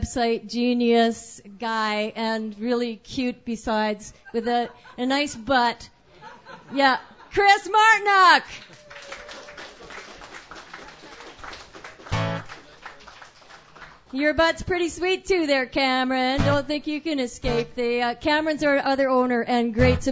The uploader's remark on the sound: Sunday Night Open Mic. What an attentive and energetic audience. It was another standing room only night...